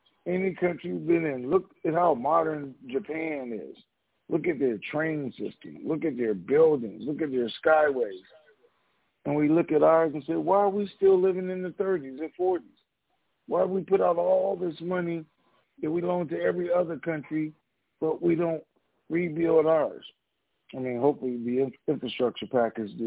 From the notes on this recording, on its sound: TNTSuperfantastic Conference Call.